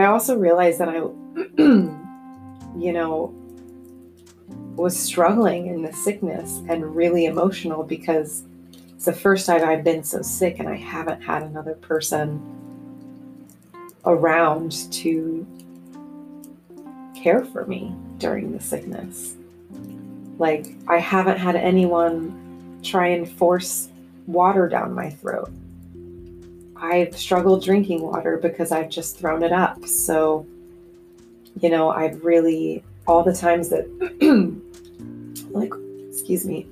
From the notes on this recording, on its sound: I recorded from the couch because I'm sick. Sorry for the tin-can sound and coughing.